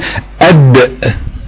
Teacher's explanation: انك تختم القلقلة بهمزة، زي ايه مثلا؟ تقول اد، يبقى انت كده بتجيب همزة بعد حرف القلقلة، وده شيء خطأ.